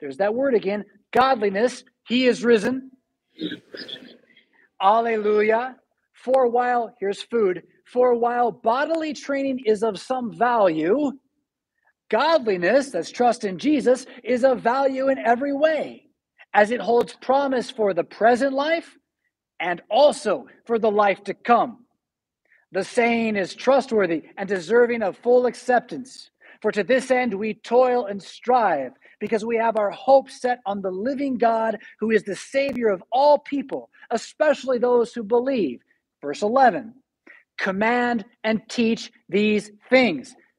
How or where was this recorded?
large echoing room